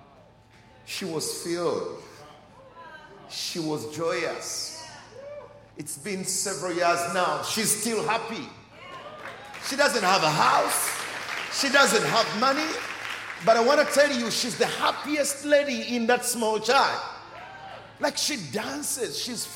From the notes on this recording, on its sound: Recorded during our 9am service